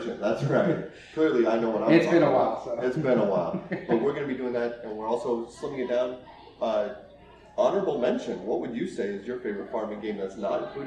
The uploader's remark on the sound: Live at YumaCon. Live recordings.